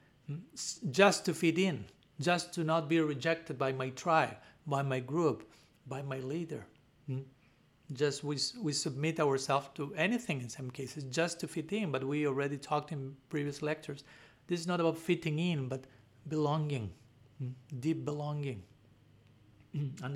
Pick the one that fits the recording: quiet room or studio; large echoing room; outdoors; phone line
large echoing room